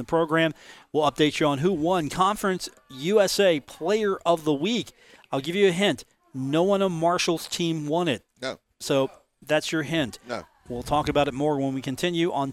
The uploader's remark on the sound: Live from The Union Pub and Grill in Huntington, WV.